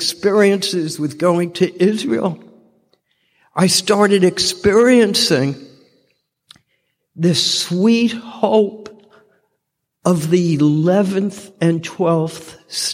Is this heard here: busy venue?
no